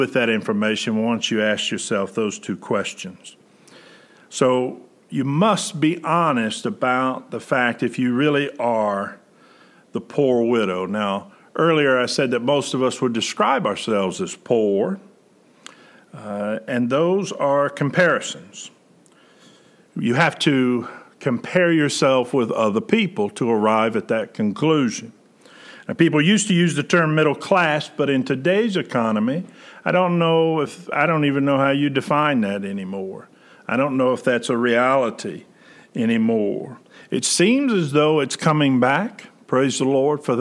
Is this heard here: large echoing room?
yes